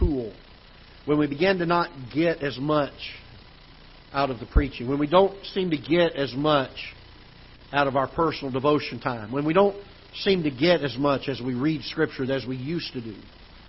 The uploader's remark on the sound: Ketha Heights Baptist Church ~ Live Broadcast